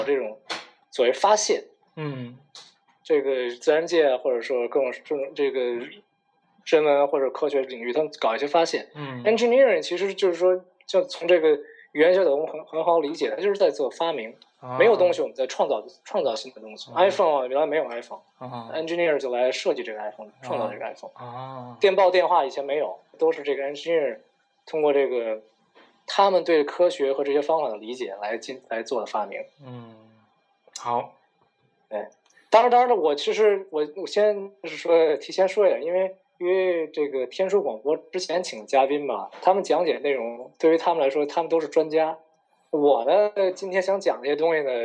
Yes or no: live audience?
no